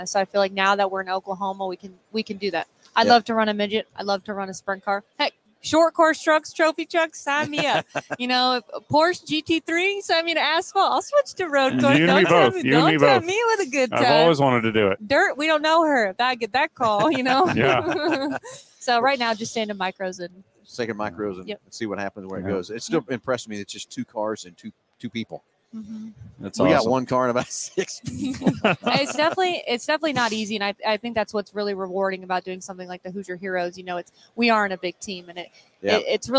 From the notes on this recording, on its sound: Live from PRI Trade Show in Indianapolis, IN.